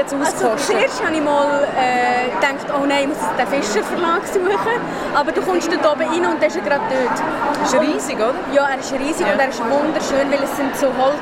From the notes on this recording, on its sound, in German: Was ich mit einem Aufnahmegerät an der Frankfurter Buchmesse mache?